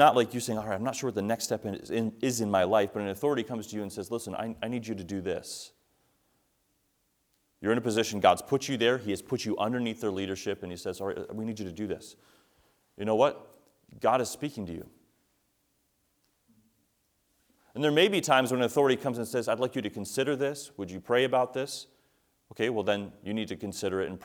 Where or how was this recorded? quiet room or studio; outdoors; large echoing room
large echoing room